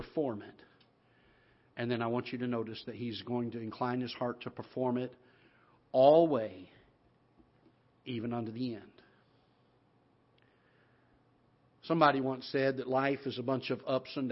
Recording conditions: large echoing room